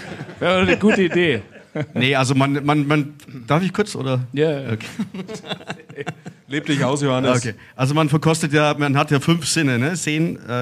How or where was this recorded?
live audience